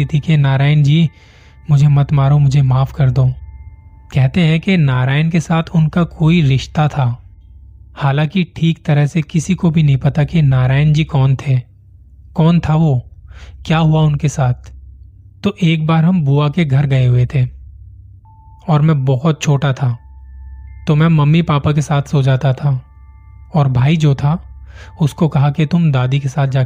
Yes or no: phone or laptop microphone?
yes